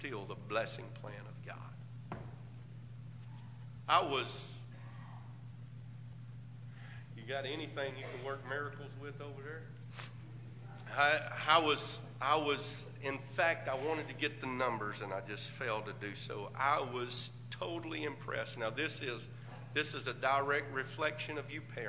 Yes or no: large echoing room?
yes